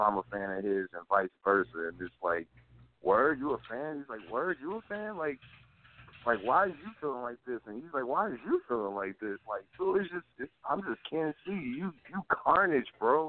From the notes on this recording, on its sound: Coming at you live from Saint Paul, Minnesota. Calls in at the 11:15 mark for a live phone in interview.